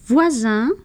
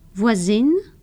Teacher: contrast the nasal vowel in the word in the first column with the oral vowel in the word in the second column before a pronounced N and a mute E